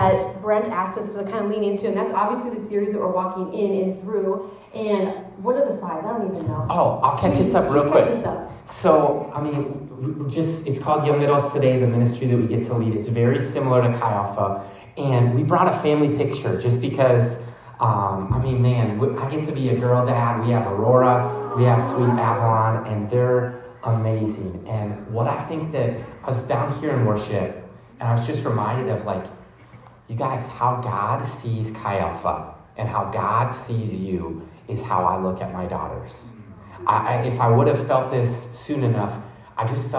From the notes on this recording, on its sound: The audio recording from their message speaking to college students in St. Paul, Minnesota at a campus ministry called Chi Alpha on the University of St.